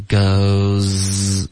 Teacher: that goes wellgoes 跟 well 呢这两个音 z 和 w 要连着发气流要一致，听一下 goeswell，所以你发 z 的时候呢 goes，你的嘴唇就已经撅起来准备发 w 了，中间不要顿，不要发 goes well goeswell，这样这太一字一顿了，我们应该发 goes well